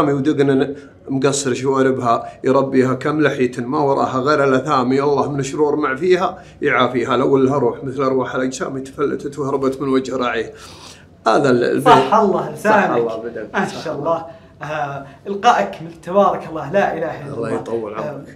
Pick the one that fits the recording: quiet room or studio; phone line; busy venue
busy venue